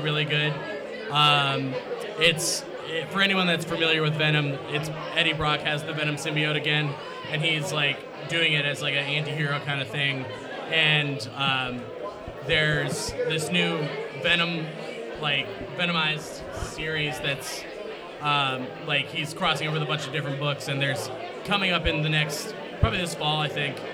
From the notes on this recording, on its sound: Live from Carol and John's Comic Shop in Cleveland. More FCBD 2018 revelers.